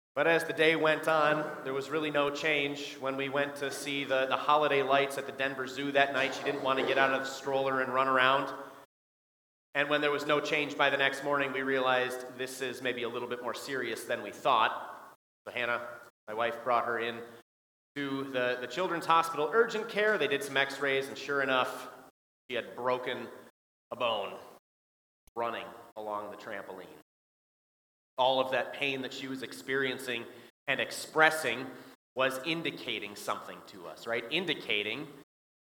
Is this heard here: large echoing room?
yes